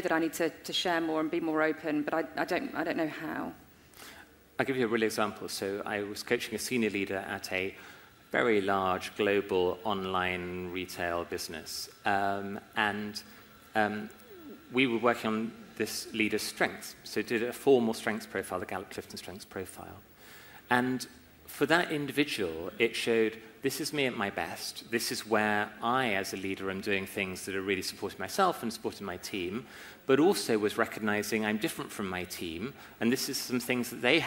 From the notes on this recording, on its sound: LIVE at Climb23 Investor Summit. In this special episode, I’m bringing you a live recording of The Unlock Moment. In May 2023 I presented The Unlock Moment on stage at the Climb23 Innovation conference in Leeds here in the UK.